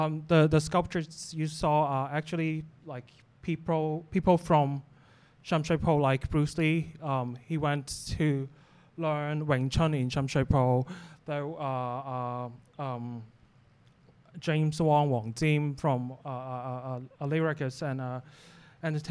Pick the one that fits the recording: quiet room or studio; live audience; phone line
live audience